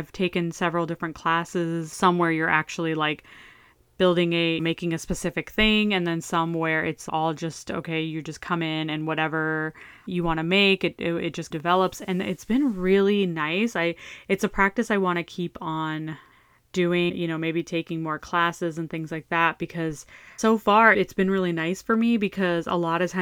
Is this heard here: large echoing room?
no